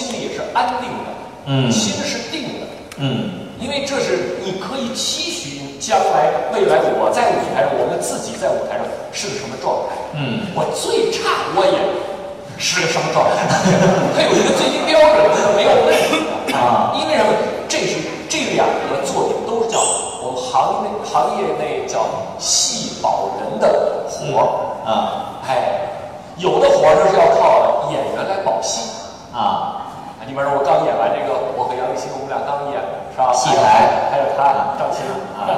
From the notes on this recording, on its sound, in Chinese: 我现在呢是在北京喜剧院，也就是国家大剧院的第5剧场